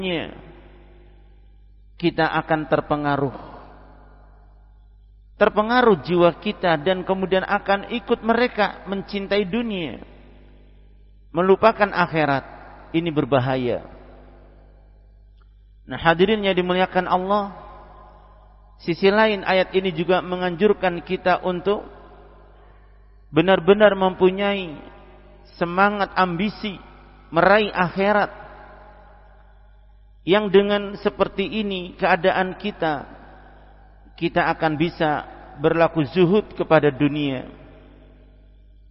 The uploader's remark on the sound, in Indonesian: Tempat: Masjid Ma'had Darussunnah Jeneponto.